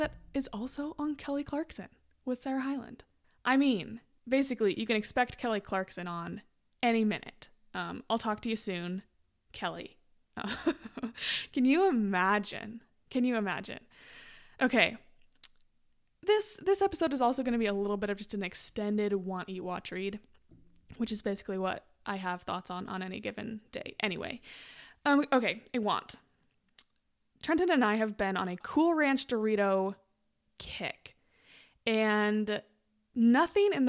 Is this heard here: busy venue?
no